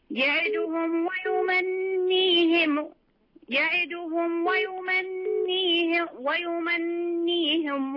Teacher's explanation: كز على النون. أظهر غنة في النون.